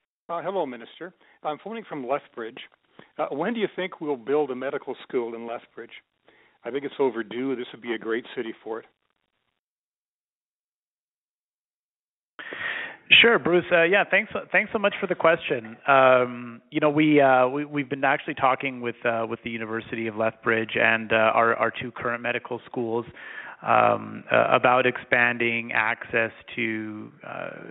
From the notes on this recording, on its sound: Education Telephone Town Hall (Southern Alberta).